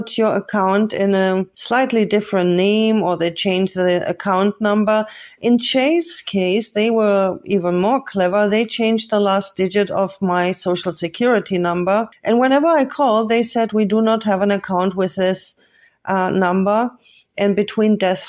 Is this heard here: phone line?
no